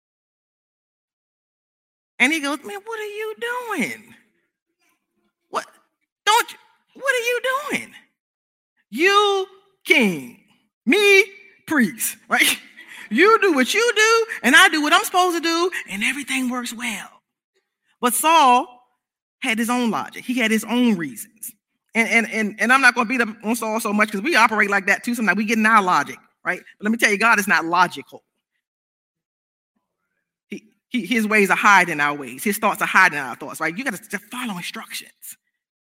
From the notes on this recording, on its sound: This service was recorded live on Sunday, August 8th, 2021 at Newark United Pentecostal Church.